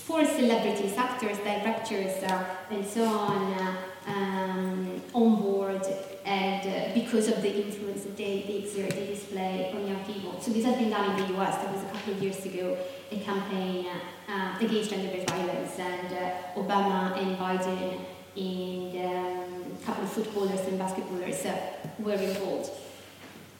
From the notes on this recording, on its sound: GenPol's first live podcast recorded with SOS Media Music.